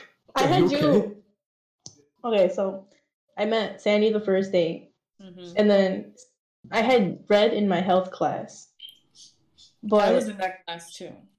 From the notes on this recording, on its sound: Sorry about the poor audio quality. It was the first time I recorded at my home desktop, so I had to lower my mic gain to hide out the background noises and also had my audio settings set to be a stereo, so picking up everyone else audio added a weird effect that simulated they were in a trapped inside some basement.